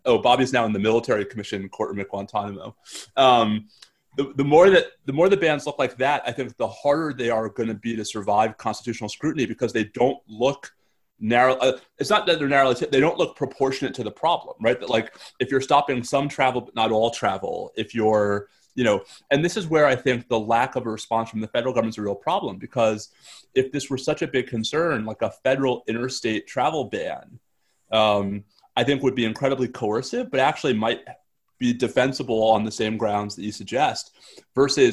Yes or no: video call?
yes